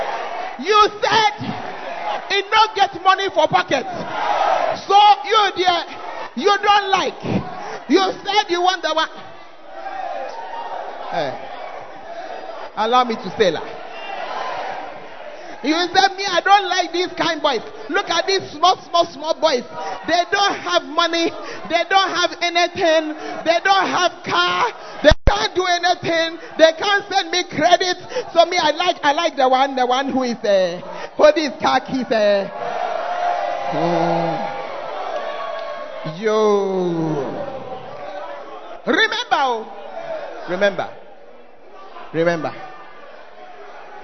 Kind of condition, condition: setting, large echoing room